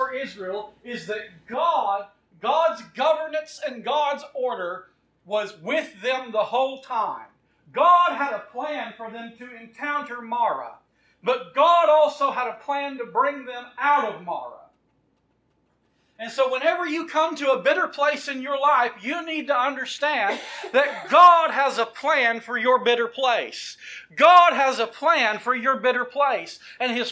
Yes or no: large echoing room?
yes